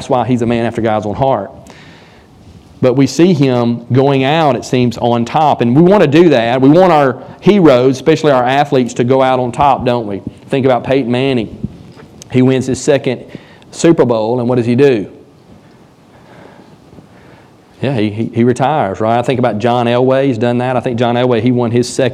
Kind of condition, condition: setting, large echoing room